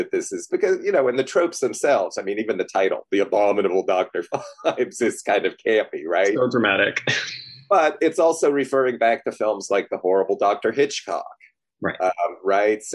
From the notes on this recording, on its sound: The interview was done on Zoom so the audio isn't great.